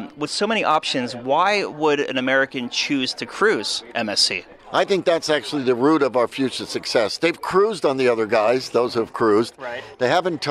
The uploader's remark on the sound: MSC Divina On Location Broadcast.